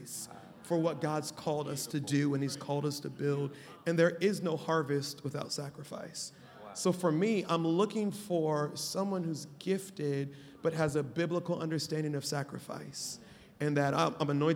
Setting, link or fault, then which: setting, busy venue